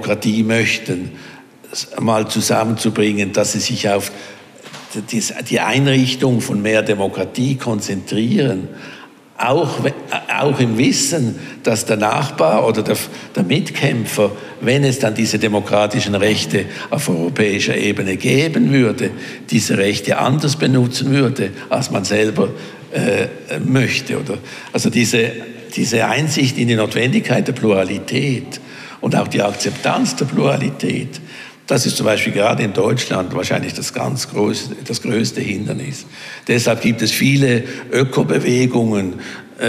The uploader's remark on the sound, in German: Audiomitschnitt von der Veranstaltung UM Politics Talks. Im Unternehmen Mitte.